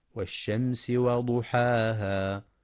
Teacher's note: ينتبه القارئ لهمس السين ورخاوتها في والشمس، كما يراعى ترقيق الواو والحاء في وضحاها مع تفخيم الضاد وإثبات المد الطبيعي بمقدار حركتين، فلا يقف بمد زائد وضحاها، وهذا من الأخطاء الشائعة.